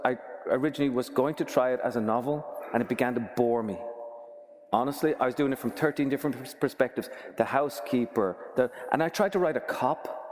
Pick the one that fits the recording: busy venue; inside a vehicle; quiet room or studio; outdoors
busy venue